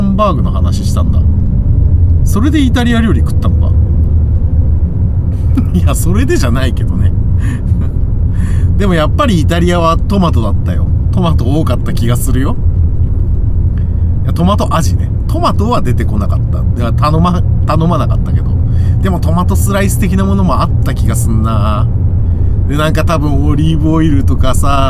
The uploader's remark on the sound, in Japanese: ただ運転して、ただ話してるから。車の走行音と運転手の声を遠くに聞きながら、ぼんやりとまどろんでいただくことを目的にした音声です。